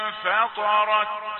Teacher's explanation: ولا يخفى علينا الغنة في النون وهي غنة إخفاء كما تعلمون، ولا يخفى أيضا الهمس في التاء.